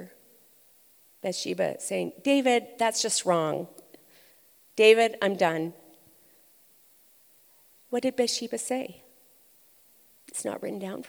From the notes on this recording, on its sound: Recorded live at ONE Conference’s Gather Women Masterclass in Edmonton Alberta.